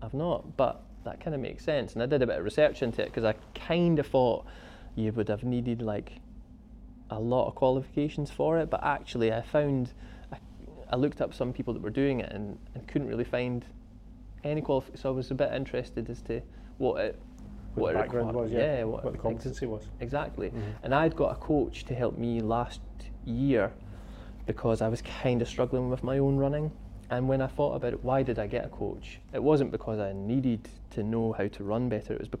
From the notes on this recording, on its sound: whilst we were at Fort William Mountain Festival